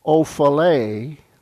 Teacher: The accent, again, is on the last syllable.